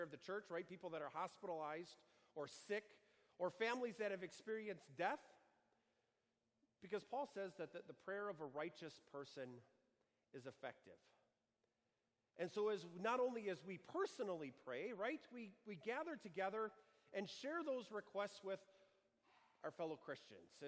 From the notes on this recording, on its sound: Sermon preached for the Seventh Sunday of Easter on June 2, 2019, at Our Savior Lutheran Church in Birmingham, AL.